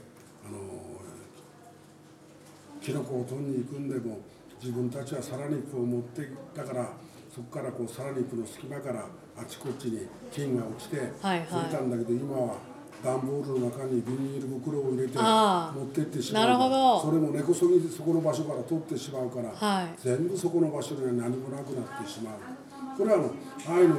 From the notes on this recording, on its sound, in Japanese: 白老町のコミュニティセンターの1階にあるカフェ「ピラサレ」で収録しています。